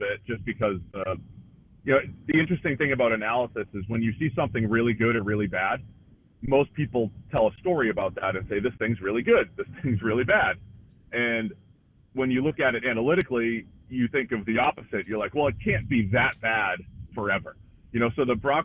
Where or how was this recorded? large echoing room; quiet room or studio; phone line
phone line